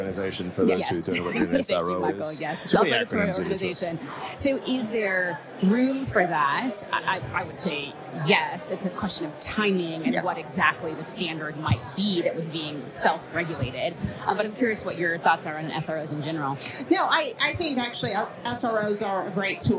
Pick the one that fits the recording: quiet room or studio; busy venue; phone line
busy venue